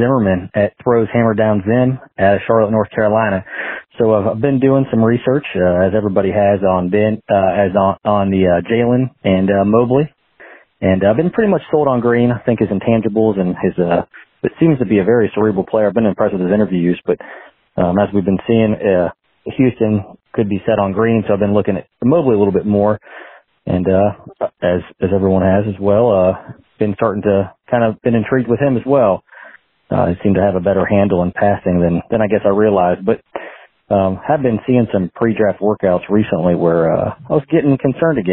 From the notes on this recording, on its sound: Call-in show. Answer your listener voicemails.